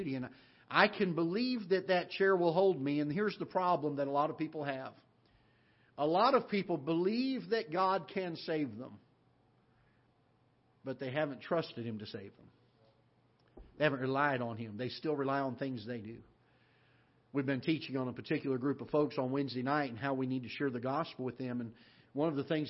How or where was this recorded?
large echoing room